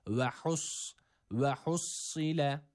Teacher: Buradaki ha harfi h değildir. Mide boşluğundan gelen h burada yok. Burada boğaz harfi olan ha var.